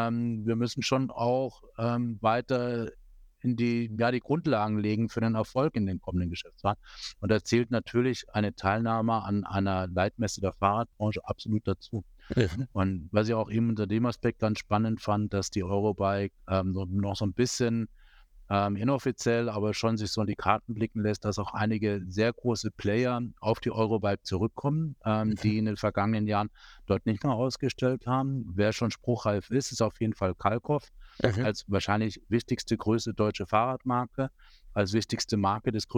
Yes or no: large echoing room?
no